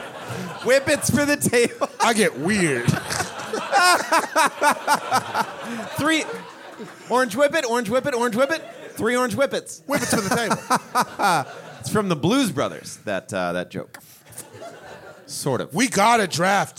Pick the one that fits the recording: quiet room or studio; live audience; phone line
live audience